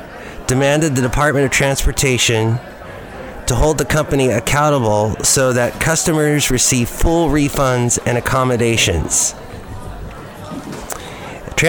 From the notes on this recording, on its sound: podcast live from Cafe Anyway